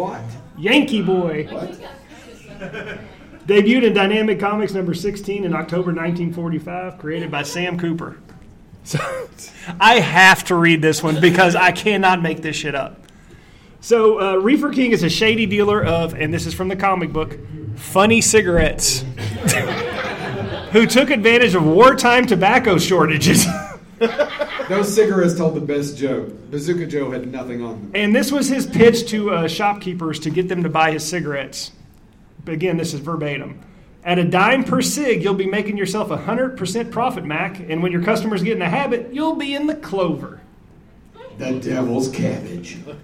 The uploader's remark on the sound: Live From Lexington Comic Con 2023